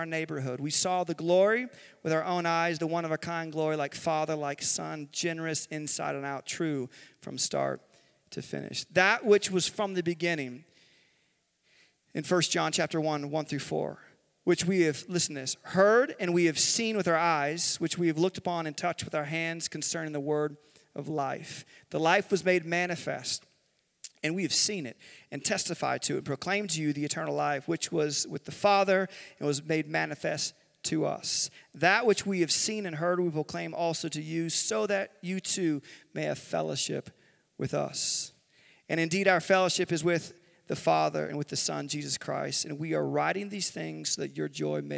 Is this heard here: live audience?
yes